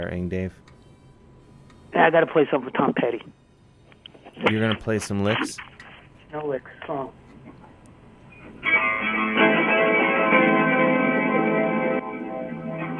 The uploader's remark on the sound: talks on the phone and stuff